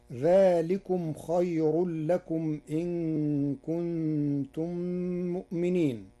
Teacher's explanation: قرأ ورش كلمة خير بترقيق الراء وصلا ووقفا لوقوع الراء بعد ياء ساكنة